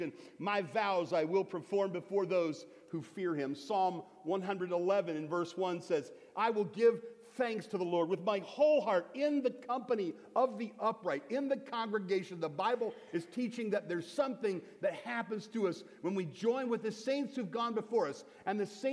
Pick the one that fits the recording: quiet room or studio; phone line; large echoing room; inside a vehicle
large echoing room